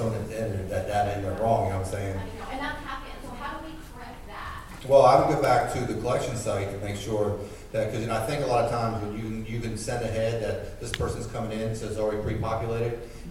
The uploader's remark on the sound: We are still at the 13th annual FTA Drug and Alcohol National Conference.